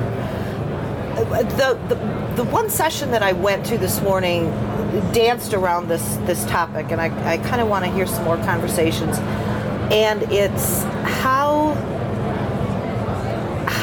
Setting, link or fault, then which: setting, busy venue